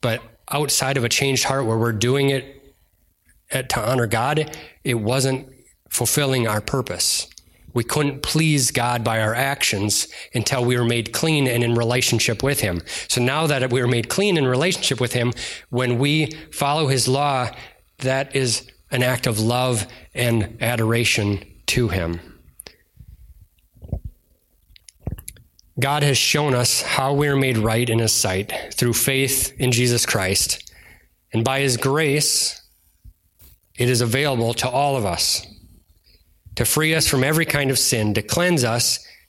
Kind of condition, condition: setting, large echoing room